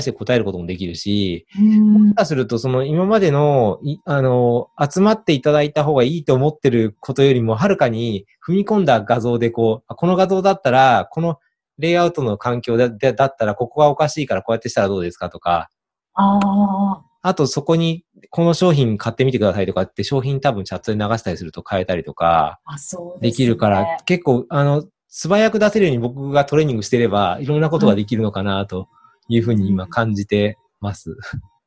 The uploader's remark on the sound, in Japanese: オンライン収録のため、通常より音声が劣りますがご了承ください